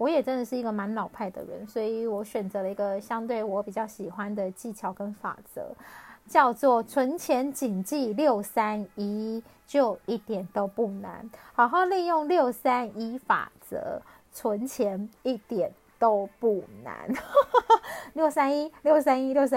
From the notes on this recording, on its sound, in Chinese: 這一集換了錄音方式，所以有些沙沙的聲音